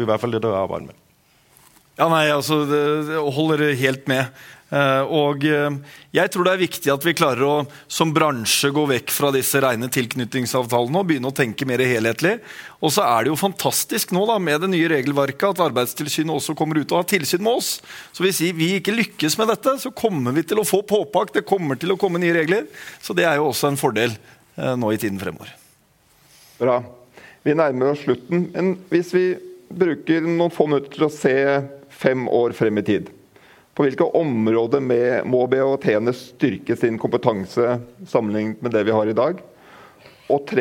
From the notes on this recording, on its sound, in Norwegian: Sammen debatterte de temaene på Bedriftshelsepoddens live-sending på BHT-konferansen.